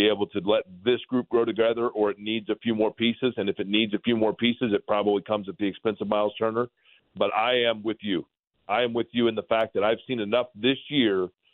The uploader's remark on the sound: fires up the phone lines